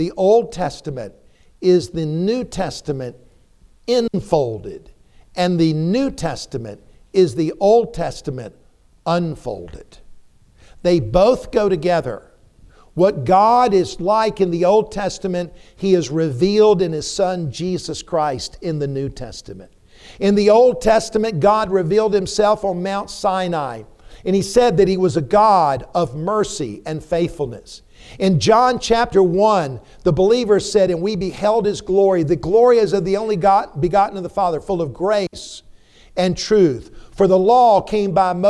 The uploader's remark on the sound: preached a timely sermon in the TBC pulpit